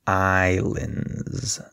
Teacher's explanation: Notice that the S is silent.